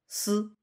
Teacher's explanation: S 呢就是声母的思啊，平舌音的思